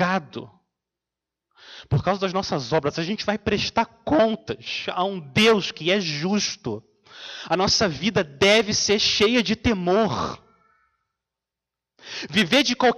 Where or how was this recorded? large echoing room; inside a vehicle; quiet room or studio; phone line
large echoing room